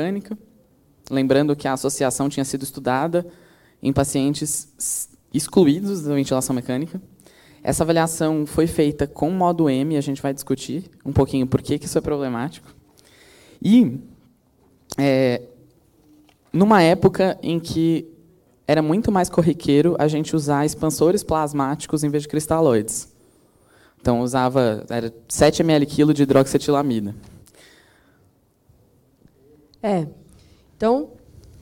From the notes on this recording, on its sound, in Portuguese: Gravado ao vivo no Congresso de Emergência USP.